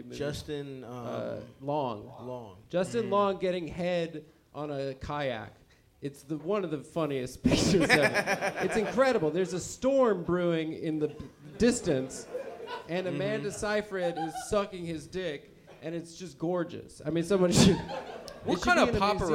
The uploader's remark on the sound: Early Vancouver Live Show (Live Show)